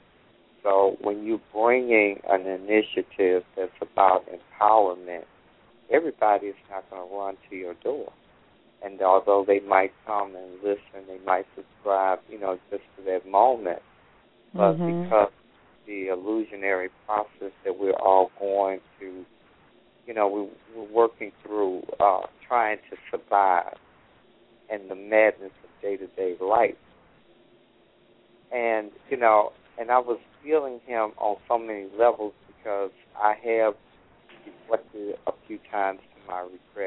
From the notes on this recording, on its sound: Callers may call in with questions.